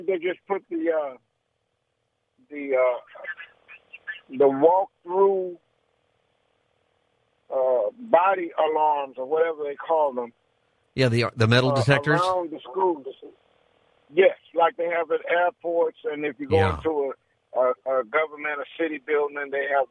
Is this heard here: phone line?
yes